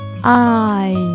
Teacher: 其实就是从啊这个音过渡到 A 这个音，你可以试一下，I。嘴巴从张大一直到咧开。